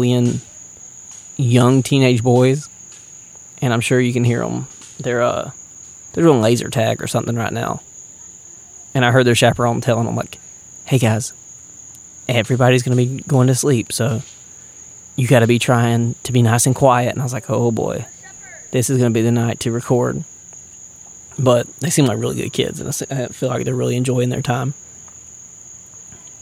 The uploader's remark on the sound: Recorded at Fort Wilderness while camping on Disney property with the family